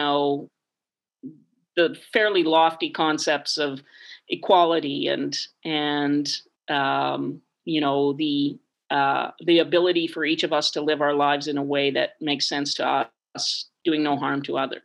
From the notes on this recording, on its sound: Over zoom from her home in Victoria.